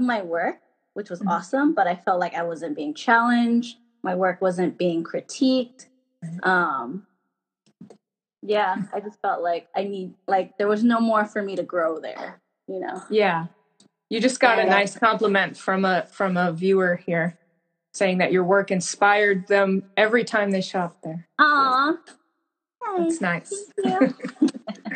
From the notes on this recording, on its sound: This episode has a few technical difficulties but if you can bear with us through some audio problems.